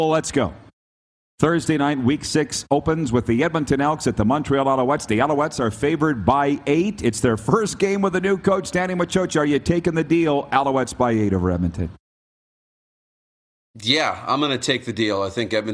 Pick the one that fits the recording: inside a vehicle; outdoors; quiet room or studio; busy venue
busy venue